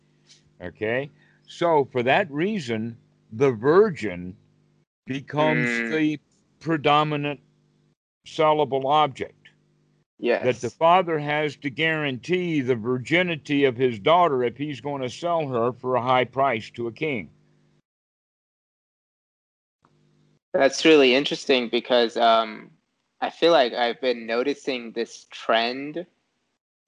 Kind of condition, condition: link, video call